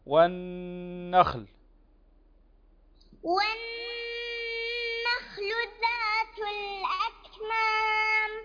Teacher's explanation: النون مشددة تغن بمقدار حركتين